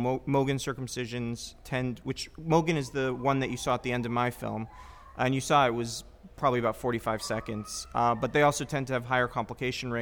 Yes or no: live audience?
yes